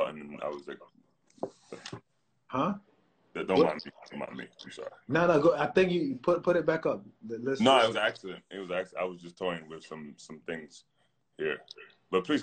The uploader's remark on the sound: Instagram live discussions